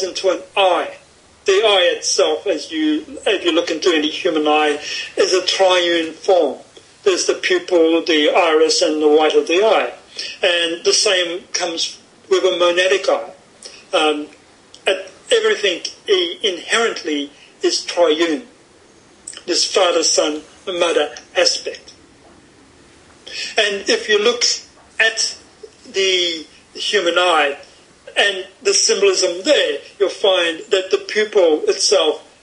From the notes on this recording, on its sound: Over skype (so please forgive the variable quality of the recording).